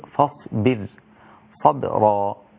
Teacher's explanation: أولا الراء الأولى في كلمة فاصبر، الراء الأولى في كلمة فاصبر ساكنة وقبلها كسر، إذن هي مرققة قولا واحدا، تمام، وصلا ووقفا، وصلا ووقفا، لأنها ساكنة، فتصير فاصبر صبرا. الراء الثانية مفخمة قولا واحدا لأنها مفتوحة، تمام، يبقى الأولى رقيقة قولا واحدا وصلا ووقفا، والثانية أيضا مفخمة قولا واحدا وصلا ووقفا.